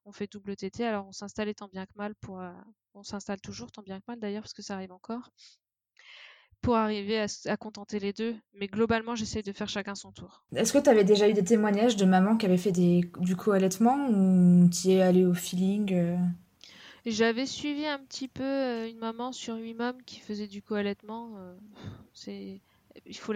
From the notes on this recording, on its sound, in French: Cet épisode est enregistré à distance, nous nous excusons de la qualité de l’enregistrement.